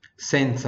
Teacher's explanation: no Z do senza também é som de TS também, tá?